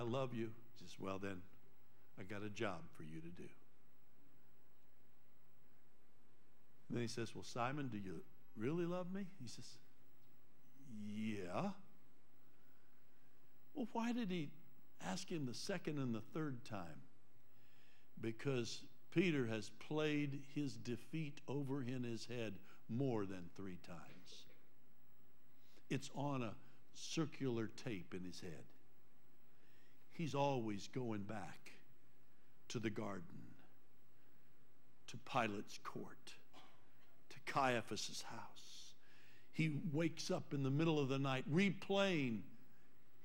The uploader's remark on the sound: Trinity Church Live